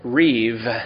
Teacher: the bait lacks the dogesh, so it has a soft pronunciation, almost like a V.